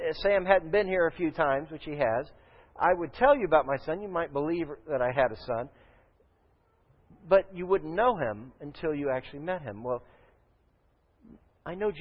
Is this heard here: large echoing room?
yes